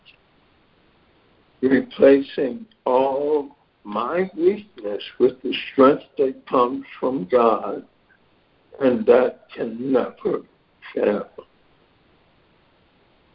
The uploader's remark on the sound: ACIM Daily Conference Call